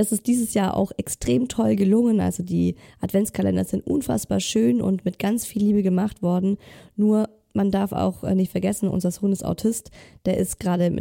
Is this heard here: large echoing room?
no